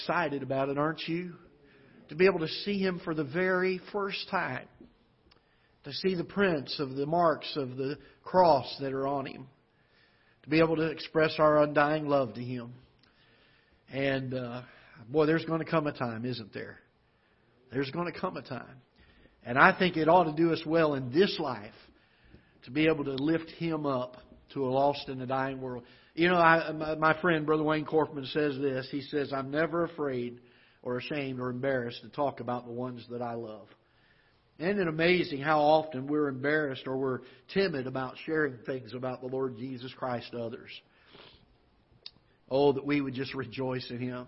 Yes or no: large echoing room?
yes